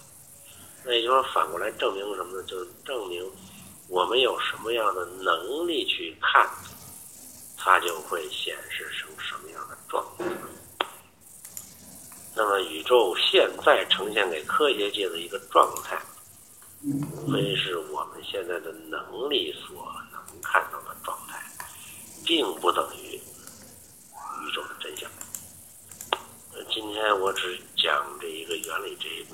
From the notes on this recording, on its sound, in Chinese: 语音有点轻，有杂音。